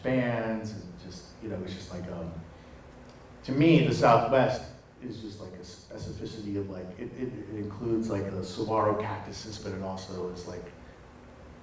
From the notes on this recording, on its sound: Live at Rodeo Cinema in Oklahoma City. HEADS UP: There are audio issues. Join us as we have a live discussion at Rodeo Cinema during Native Heritage month.